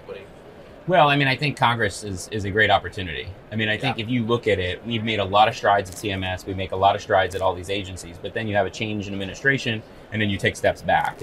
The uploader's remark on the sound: Live at HIMSS